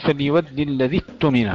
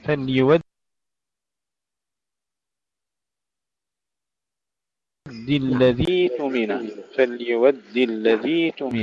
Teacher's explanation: لا يا أخي لا، أنت ما زلت تقول فليؤد الذي اؤتمن، تشدد التاء، ما في تشديد في ياء ثم تاء · Shown in: second take